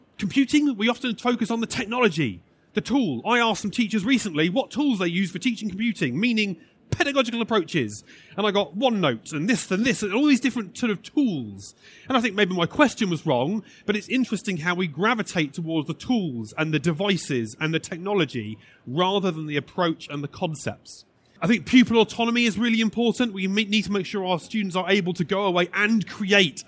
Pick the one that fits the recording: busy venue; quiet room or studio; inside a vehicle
busy venue